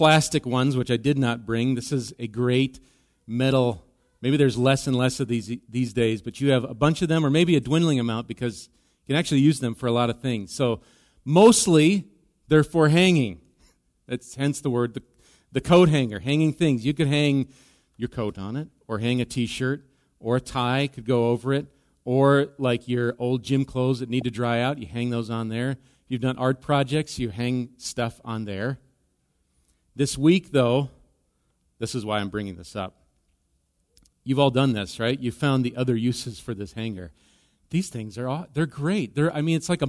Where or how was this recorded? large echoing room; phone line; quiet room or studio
large echoing room